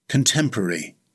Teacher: In British English, it has four syllables. Stress the second syllable. · In American English, it has five syllables. Again, stress the second syllable.